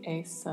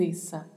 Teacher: A diferença é que vamos fechar um pouco mais a vogal E. · Shown in: second take